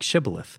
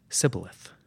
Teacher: the Gileadites pronounced it with a sh sound, like shibboleth, and the Ephraimites pronounced it with a s, sibboleth. The Ephraimites were apparently unable to say sh because of their dialect.